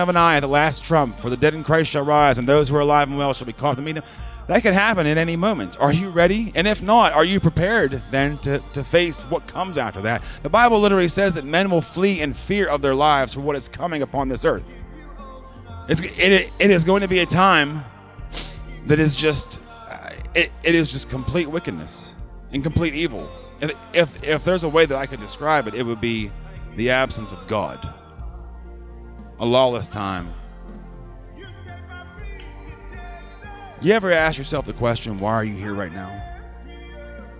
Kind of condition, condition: setting, live audience